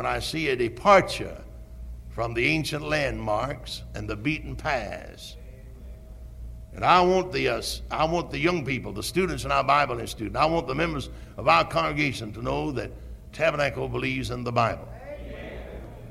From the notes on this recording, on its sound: Originally preached at Tabernacle Baptist Church in Greenville, SC on August 26, 1973.